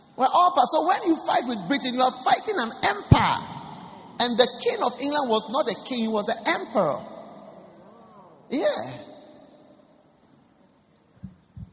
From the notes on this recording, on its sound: Preached at the First Love Center, Accra.